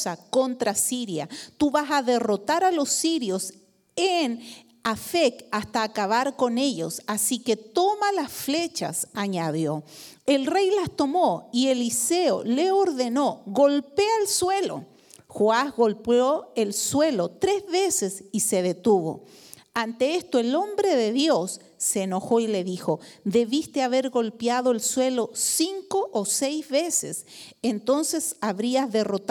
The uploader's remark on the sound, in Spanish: Predicaciones grabadas EN VIVO en la Iglesia Visión Mundial Para la Familia, Disciples Of Christ, Christian Church, en la ciudad de Arlington, Texas, USA